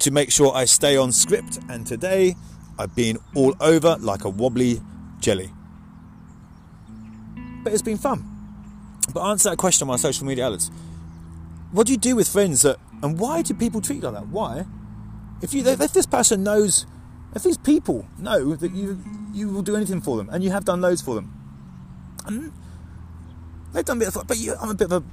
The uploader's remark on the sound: In this episode we complete a stupid o'clock AM walk to listen to the birds and clear our minds. Releasing your tension in the forest with birds.